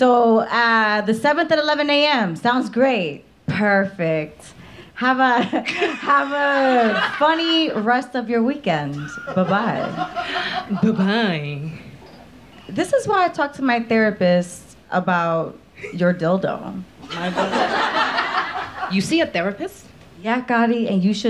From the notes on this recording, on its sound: Live from The Triad Theatre in New York City. Recorded in front of a live theatre audience.